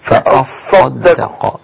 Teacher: فأ ثم الصاد مفخمة ثم الدال مستفلة رقيقة ثم القاف مستعلية مفخمة